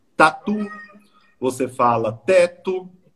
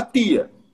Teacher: essa letra T ela é pronunciada com a língua atrás dos dentes